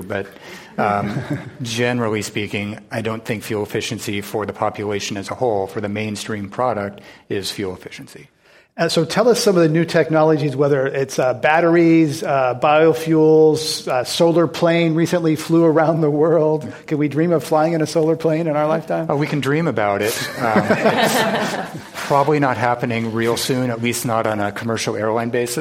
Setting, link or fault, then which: setting, live audience